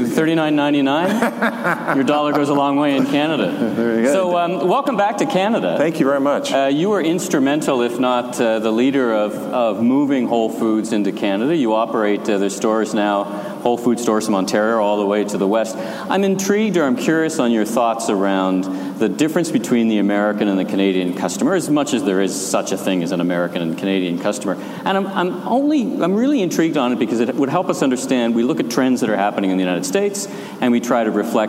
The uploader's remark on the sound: live from the main stage at RCC’s #STORE2019 conference